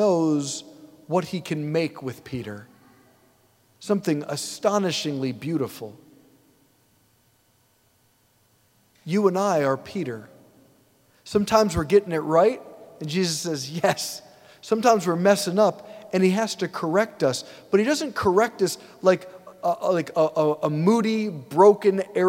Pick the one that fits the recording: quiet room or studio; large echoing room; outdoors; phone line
large echoing room